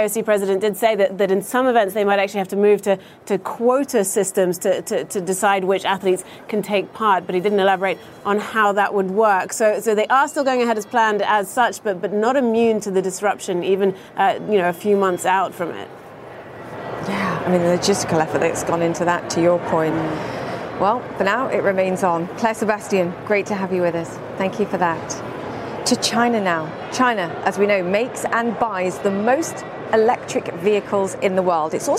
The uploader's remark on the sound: live from The New York Stock Exchange